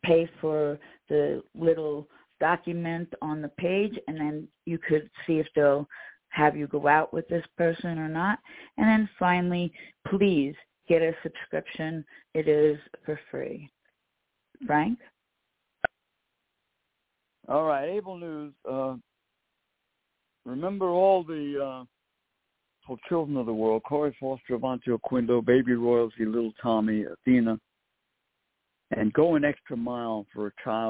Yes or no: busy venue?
no